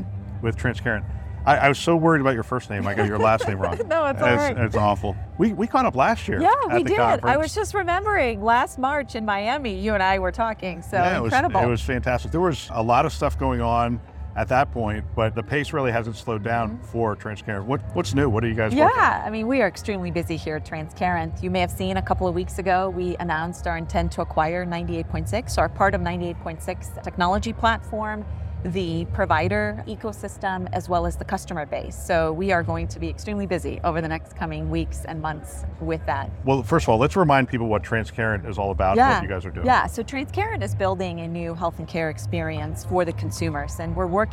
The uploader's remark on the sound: Interview in Action live from ViVe 2023